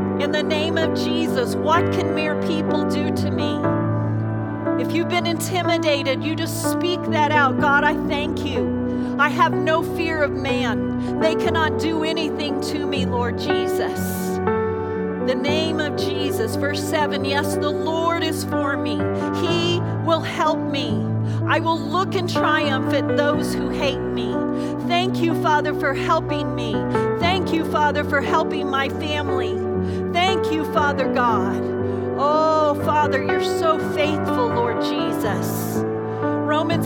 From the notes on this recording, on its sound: Recorded live during our Wednesday night service